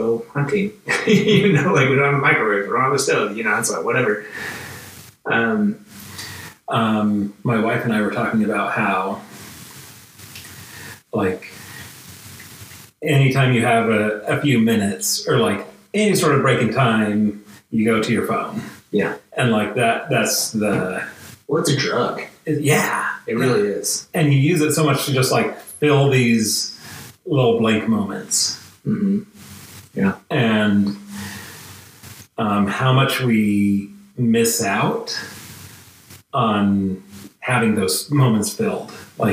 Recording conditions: poor microphone